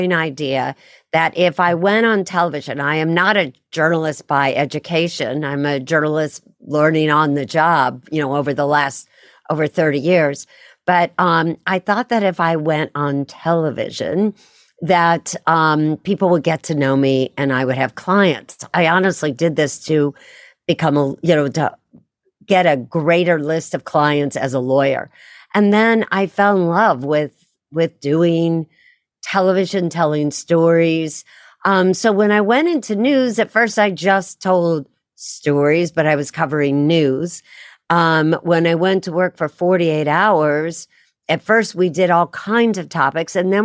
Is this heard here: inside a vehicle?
no